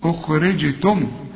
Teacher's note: الجيم هنا بقلقلها علشان عليها السكون